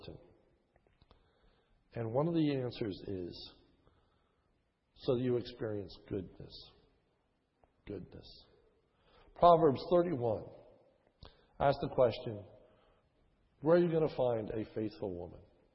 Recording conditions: large echoing room